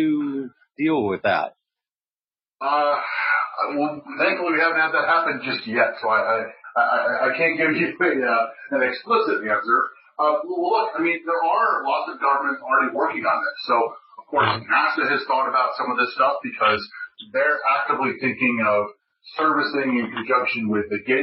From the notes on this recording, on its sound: His talk was part of the Future-in-space Operations weekly teleconference series recorded on July 29.